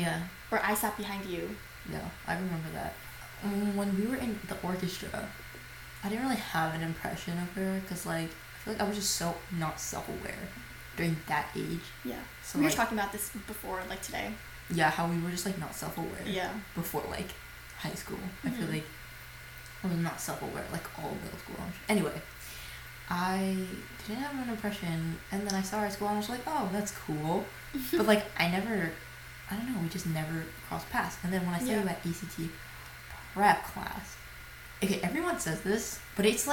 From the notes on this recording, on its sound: We promise the audio quality will be better next episode. Computer fan going off in the back.